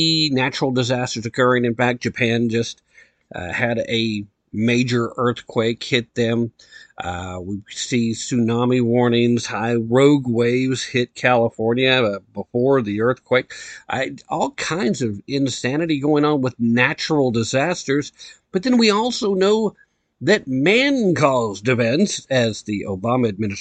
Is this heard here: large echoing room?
no